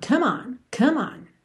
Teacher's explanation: como o E final de come não é pronunciado. Então você vai do M direto pro on. Come on, come on.